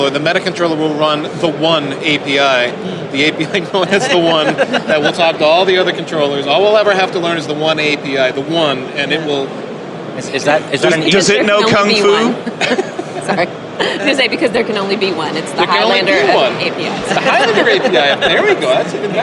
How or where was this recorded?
busy venue